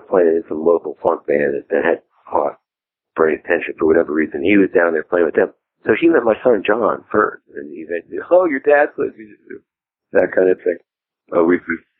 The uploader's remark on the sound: In this very short, casual phone interview. This interview has been digitally remastered for your listening enjoyment.